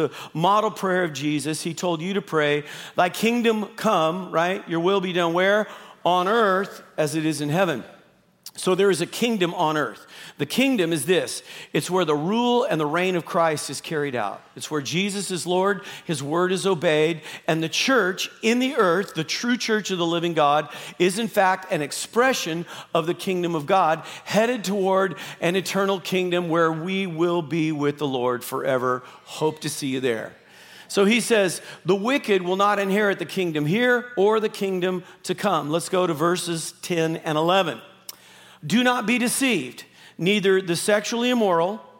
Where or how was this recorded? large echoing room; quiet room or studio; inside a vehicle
large echoing room